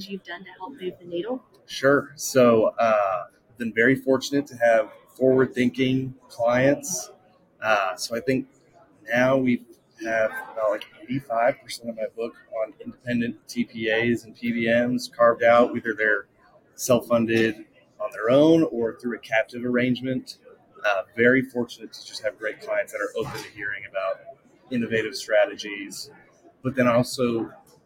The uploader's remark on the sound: Live at the SIIA 2022 Engage Conference